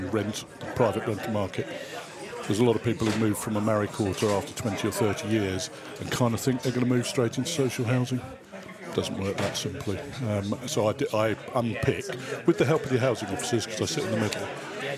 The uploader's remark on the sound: Part two was recorded in The Grainstore, Oakham, Rutland, during the December Rutland AFBC meeting